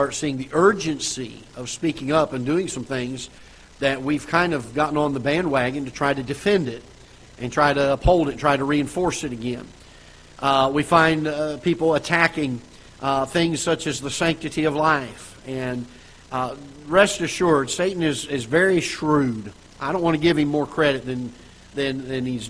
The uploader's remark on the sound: Ketha Heights Baptist Church ~ Live Broadcast